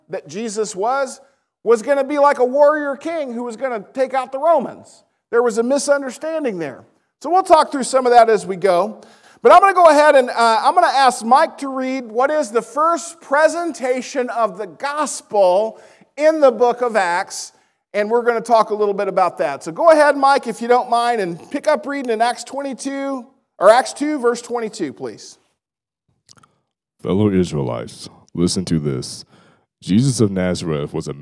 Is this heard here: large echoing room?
yes